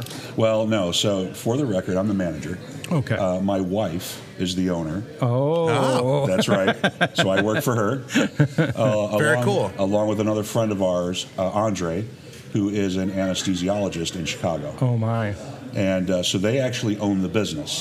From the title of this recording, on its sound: Live from the Peak Honky Tonk Saloon